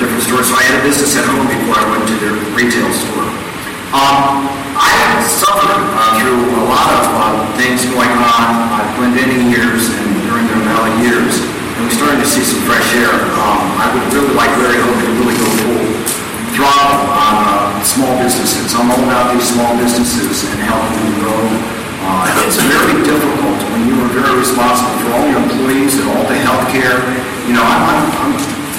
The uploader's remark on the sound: At the end, we tacked on some horrible audio from the LWV Candidate Forum last night for State Senate District 30. Audio quality is poor--you have been warned!